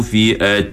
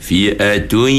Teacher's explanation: Kalau fi'atui itu dia cuma idgham saja. Ma'al gunnahnya tak ada. Sebab apa? Sebab dia baca suara dekat mulut. · Shown in: first take · Sepatutnya suara tu di hidung.